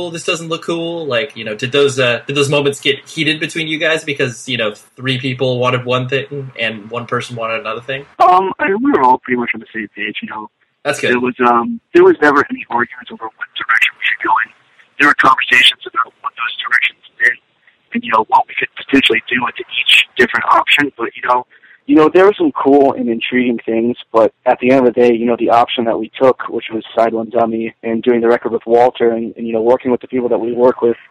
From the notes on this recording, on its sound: We hopped on the phone one morning